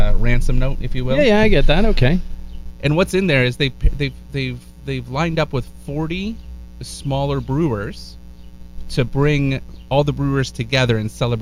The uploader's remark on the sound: The Outdoor Episode (With The Bad Sound)